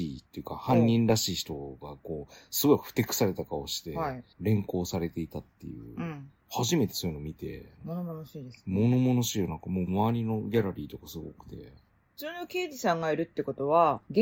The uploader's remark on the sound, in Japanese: ステレオマイク アプリを試してみた雑談。深夜27時のぐだぐだお喋りです。IPhone13を使用。IPhoneの前面マイク（Stereo）。ファイル形式 PCM 48kHz 23bit Float。システムの音声処理 自動。